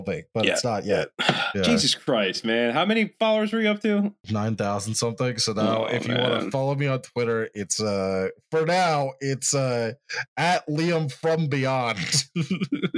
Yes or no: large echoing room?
no